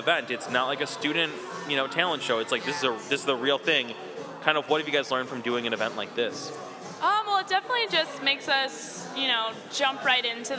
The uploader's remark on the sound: Recorded onsite at Columbia College Chicago's year end Manifest celebration